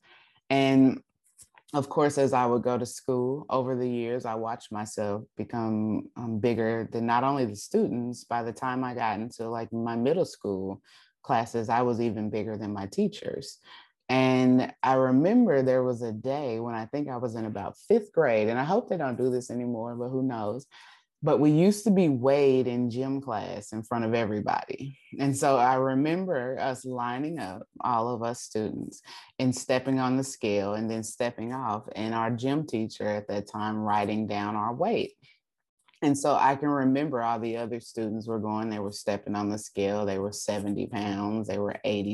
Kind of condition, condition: link, video call